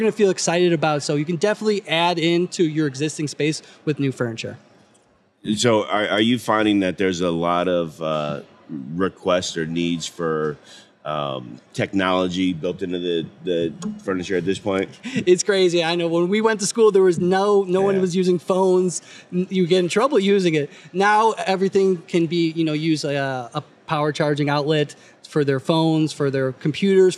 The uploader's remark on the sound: Live from the 2023 SNA Annual National Conference. Live at the 2023 School Nutrition Association Annual National Conference.